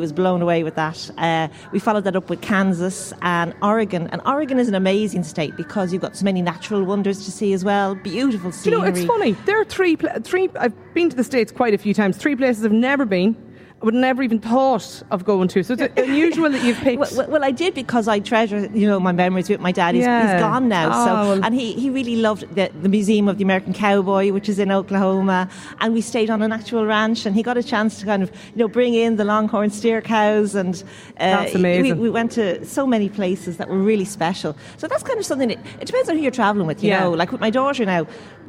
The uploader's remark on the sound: LIVE at the Friends Experience in Dublin